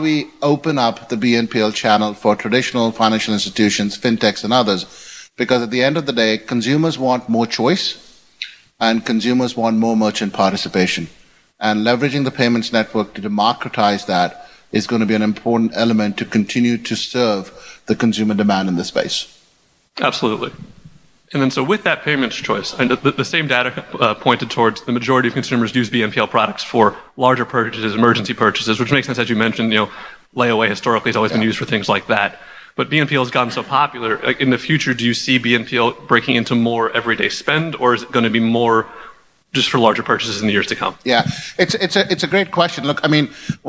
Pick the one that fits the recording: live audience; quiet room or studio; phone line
live audience